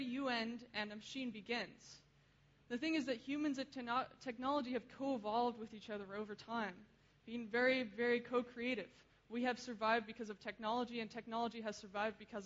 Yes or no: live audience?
yes